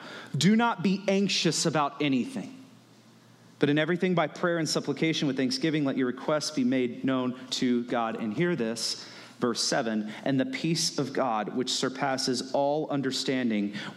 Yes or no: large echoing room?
yes